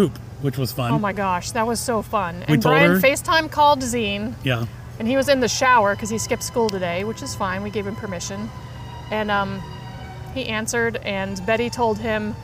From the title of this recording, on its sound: Live From the Parks